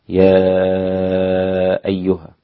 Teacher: يتعين عليك أن تمد ست حركات في المد المنفصل